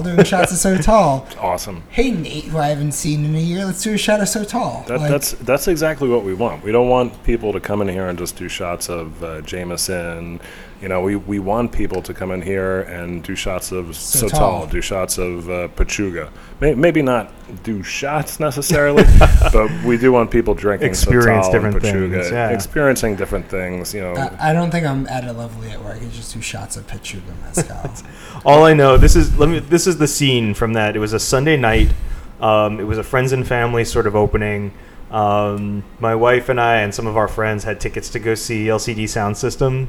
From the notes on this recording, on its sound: In our first “on-location” recording, the Notafoodie team travels to The Astorian, a new bar set to open in, you guessed it, Astoria Queens.